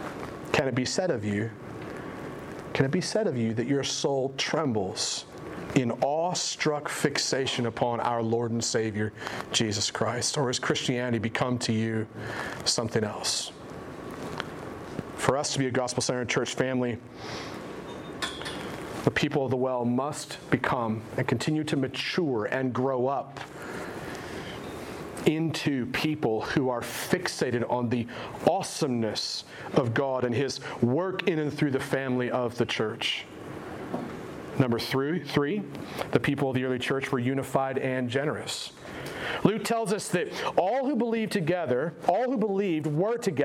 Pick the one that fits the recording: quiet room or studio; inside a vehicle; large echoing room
large echoing room